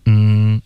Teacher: 这里有一个双元音。OK,I 的这个 E 一定要能听见。